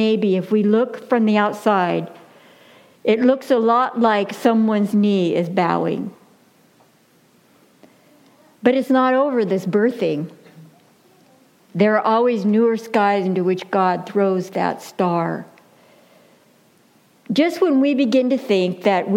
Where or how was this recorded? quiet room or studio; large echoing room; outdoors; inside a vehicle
large echoing room